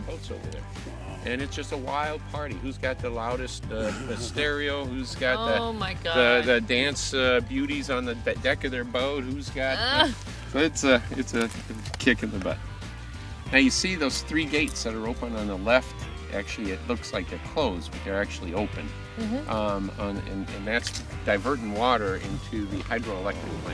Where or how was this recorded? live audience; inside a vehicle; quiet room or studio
inside a vehicle